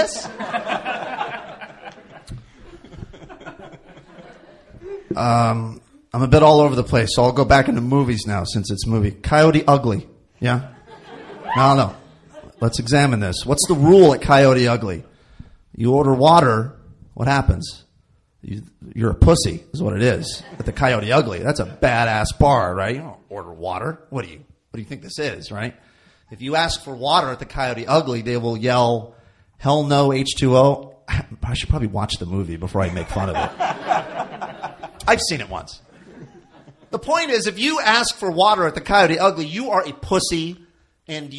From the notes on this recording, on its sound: live at Meltdown Comics